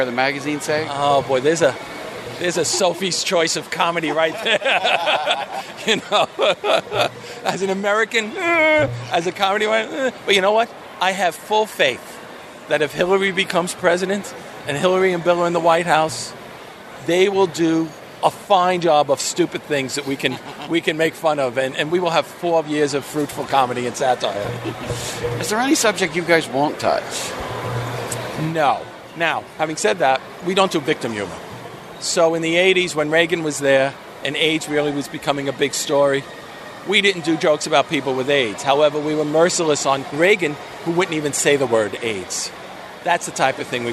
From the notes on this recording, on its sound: all of which took place at this year’s New York Comic Con from October 6 through 9!